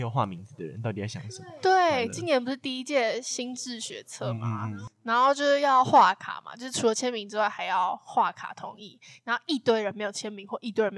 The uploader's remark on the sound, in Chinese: 這集的收音設備有點破爛但我們下次會改進的。